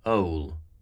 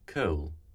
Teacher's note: the back vowel, followed by a consonant L, tends to be more open and further back